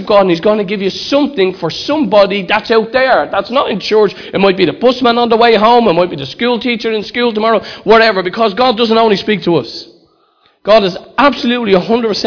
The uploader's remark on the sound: Recorded live in Liberty Church on 30th June 2019